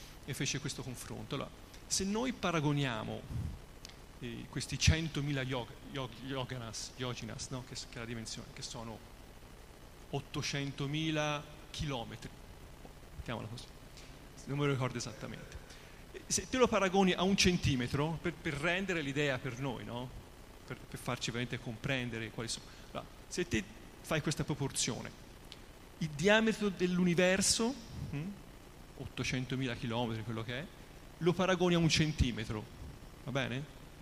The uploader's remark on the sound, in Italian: In diretta dal Tempio di Villa Vrindavana.